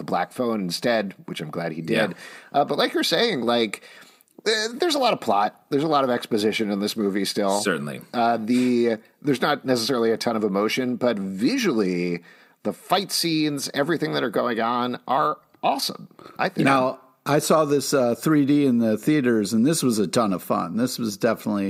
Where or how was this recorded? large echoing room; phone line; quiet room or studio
quiet room or studio